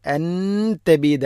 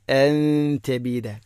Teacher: അൻ തബീദ ഇഖ്ഫാഉൻ ബിഗുന്ന, അൻ തബീദ നൂനു സാക്കിനയ്ക്ക് ശേഷം ത ഇഖ്ഫാ, ഇഖ്ഫാഉൻ ബിഗുന്ന, നൂനിനെ അവ്യക്തമാക്കി മണിക്കണം, അഥവാ മഖ്റജിൽ കൃത്യമായിട്ട് തട്ടിച്ച് നൂനിനെ വെളിവാക്കരുത്. · Shown in: second take · അൻ തബീദ അല്ല, അൻ തബീദ.